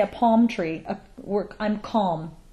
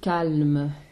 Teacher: we also actually don't say the L really in English · Shown in: first take